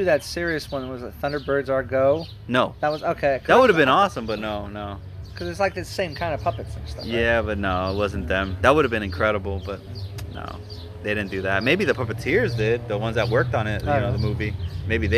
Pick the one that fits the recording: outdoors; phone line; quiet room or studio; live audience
outdoors